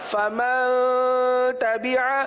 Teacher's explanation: اخفا کیا، کیونکہ نون ساکن کے بعد تا حروف اخفا میں سے ہے اس لیے یہاں پر اخفا کا قاعدہ ہوگا، لہذا اخفا یعنی گنہ کریں گے